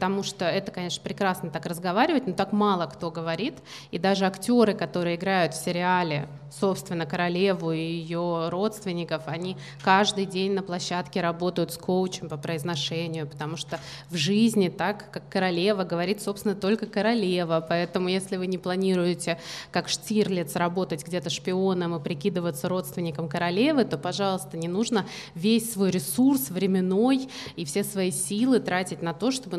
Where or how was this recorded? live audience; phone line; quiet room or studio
live audience